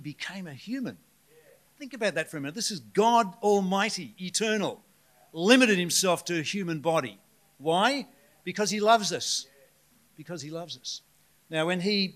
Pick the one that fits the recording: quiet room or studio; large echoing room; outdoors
large echoing room